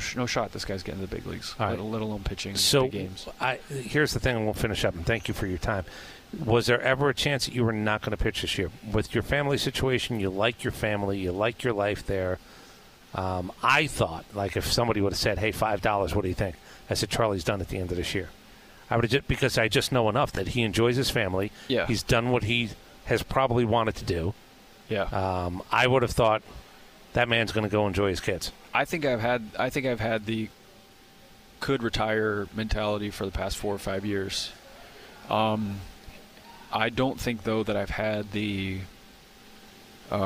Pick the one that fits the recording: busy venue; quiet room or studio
busy venue